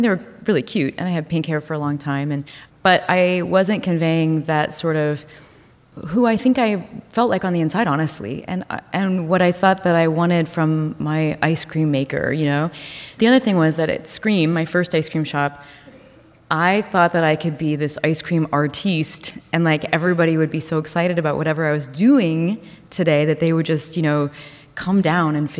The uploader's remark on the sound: Live From The HIBT Summit.